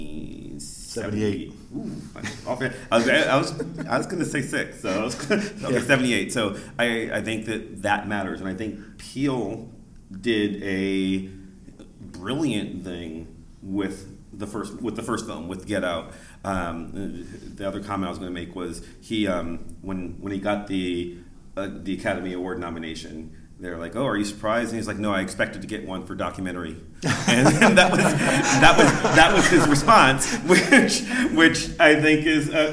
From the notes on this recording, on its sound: A very special episode recorded live at the 2019 TheoCon held at Messia College.